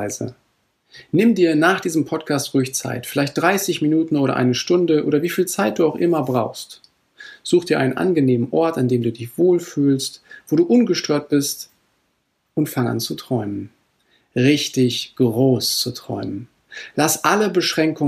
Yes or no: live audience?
no